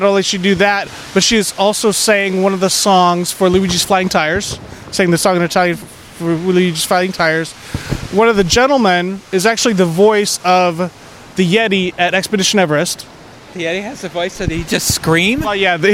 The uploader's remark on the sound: Audio of the live daily recaps from the 3 days of the D23 Expo